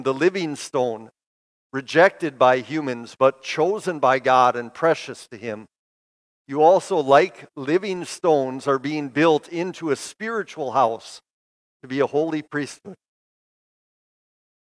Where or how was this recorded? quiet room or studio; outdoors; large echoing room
large echoing room